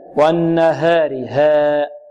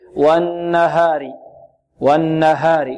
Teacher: عند ترقيق الهاء نحذر من تقليلها، خاصة الآن جاءت بعدها راء مكسورة · Shown in: second take